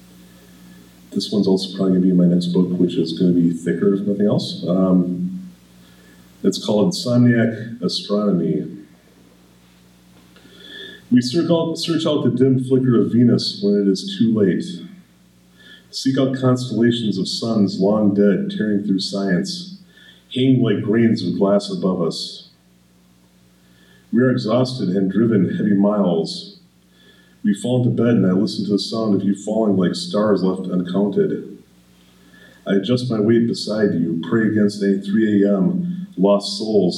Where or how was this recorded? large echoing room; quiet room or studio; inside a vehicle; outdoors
large echoing room